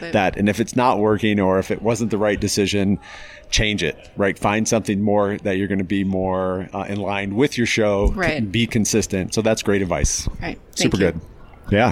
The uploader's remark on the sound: at the Staffing World 2021 conference in Denver